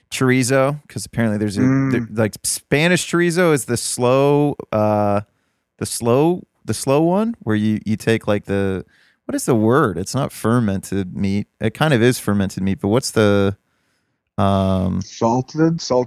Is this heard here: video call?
no